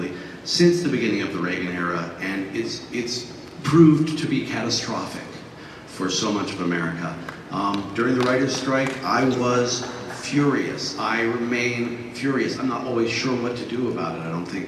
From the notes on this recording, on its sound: panel from Comic Con 2012